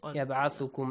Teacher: ba has an echoing sound.